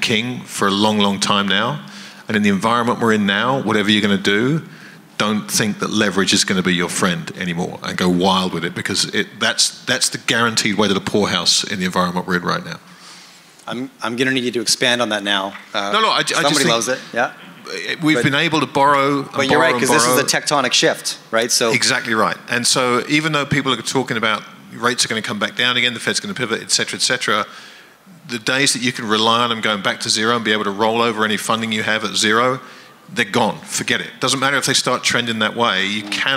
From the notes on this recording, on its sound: At the Vancouver Resource Investment Conference by a panel of legends.